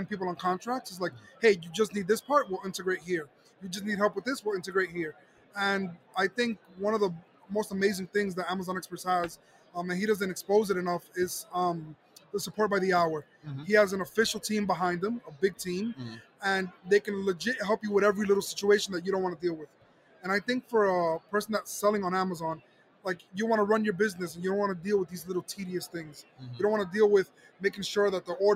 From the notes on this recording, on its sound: Live from Prosper in Vegas